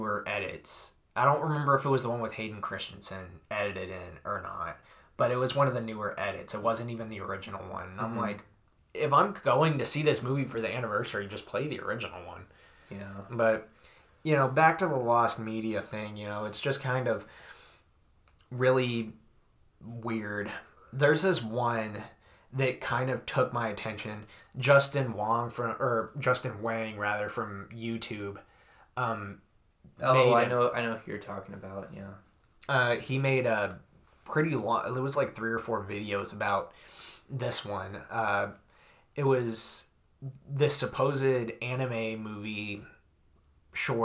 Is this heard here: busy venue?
no